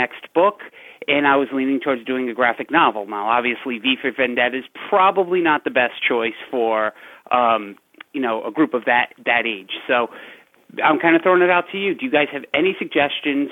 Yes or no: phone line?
yes